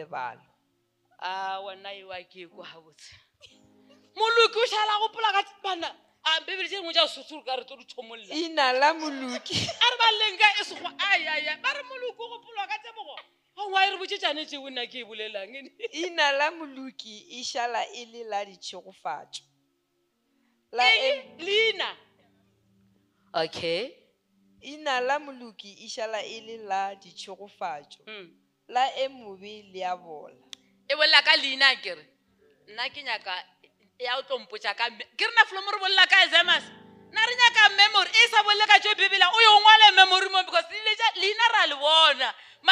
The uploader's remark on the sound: Visited our church as a guest speaker. During the Faith Heritage Convention. Preached this sermon during our Sunday service.